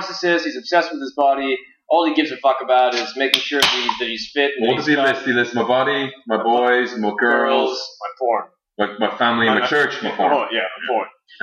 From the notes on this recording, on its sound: Apologies in advance or the sound quality on this week''s show. The fancy expensive mic that I bought WAS plugged in and functioning correctly however SOMEONE (I wonder who) forgot too switch audacity over from internal to external mic.